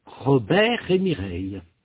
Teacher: Le T à la fin de Robert ne se prononce pas, mais le R se prononce. C'est le R qui est enchaîné avec la voyelle du mot suivant · Term: l'enchaînement consonantique